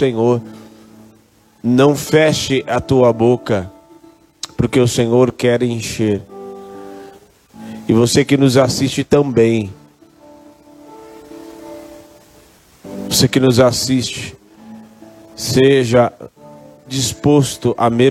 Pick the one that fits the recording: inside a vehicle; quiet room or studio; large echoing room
large echoing room